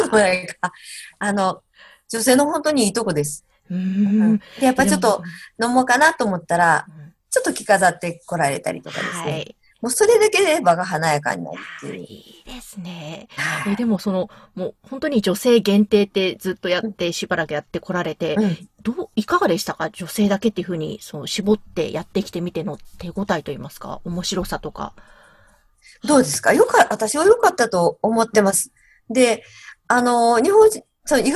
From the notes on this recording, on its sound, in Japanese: クリスマスのコスチュームもつけながらZoomでお話を伺いました。